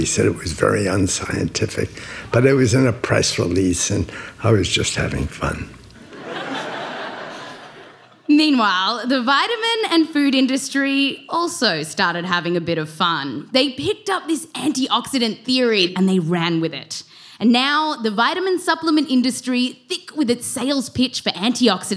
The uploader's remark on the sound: Explore the science live on stage, with interview clips. This show was recorded live at The Bell House.